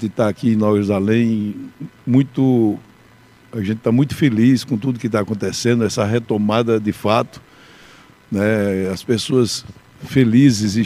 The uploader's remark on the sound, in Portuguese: o programa Mesa Redonda foi diretamente de Fazenda Nova, onde acontece o Espetáculo da Paixão de Cristo de Nova Jerusalém